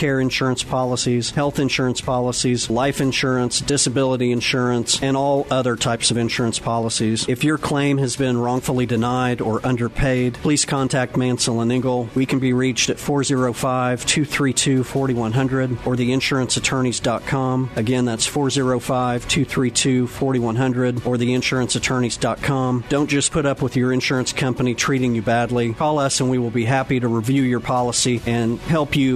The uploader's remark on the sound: LIVE REMOTE!! OSJ Radio Hour Dec. 2nd from The Santa Market !!!